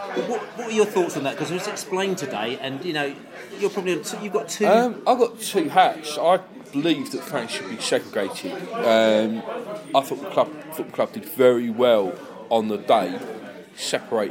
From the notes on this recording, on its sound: field questions from the fans at the 2014 Brentford fans forum